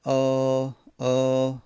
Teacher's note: وقتی که دست رو سینه میذاریم الف آ آ میبینیم که از انتهای حلق الف بیرون میاد